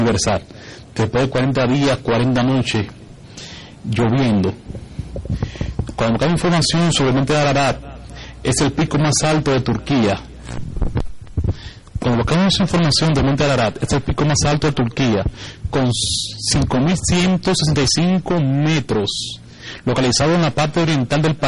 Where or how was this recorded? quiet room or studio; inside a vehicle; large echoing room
large echoing room